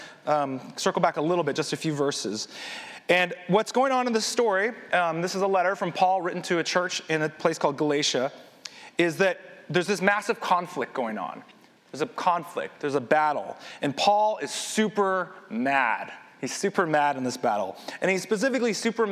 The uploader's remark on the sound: This sermon was recorded at Highway Palo Alto